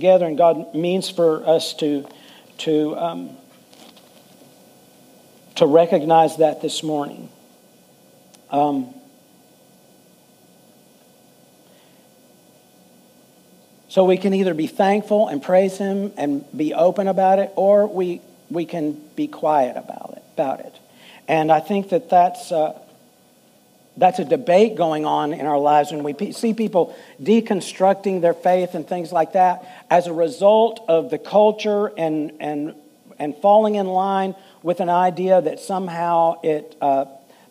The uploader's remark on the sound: Full Sunday Service